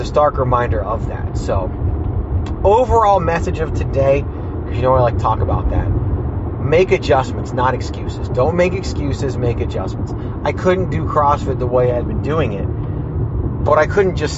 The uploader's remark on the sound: Fires up the voice recorded on the way home from his Leukemia blood work. Raw and unfiltered (literally, including background news since you're literally driving).